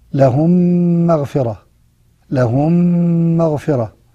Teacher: فإننا ندغم، أي ندخل الميم الأولى في الميم الثانية فتصير ميما واحدة مشددة، والميم دي زي الميم دي، ولذلك يسمى إضغام مثلين أو متماثلين. · Term: إضغام مثلين صغير